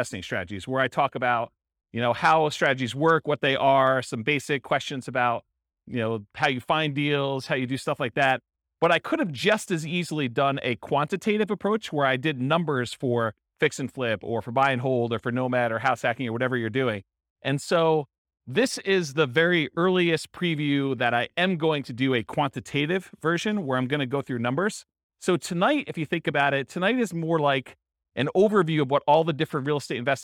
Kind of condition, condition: setting, live audience